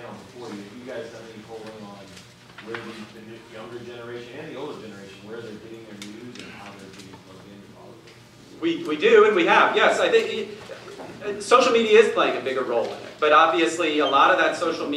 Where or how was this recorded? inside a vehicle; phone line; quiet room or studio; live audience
live audience